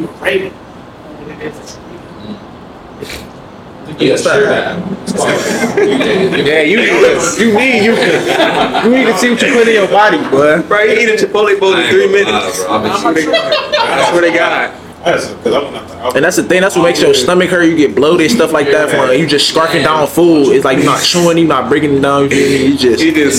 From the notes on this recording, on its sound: Amazing outside experience with some special guests Audio slightly off bear with us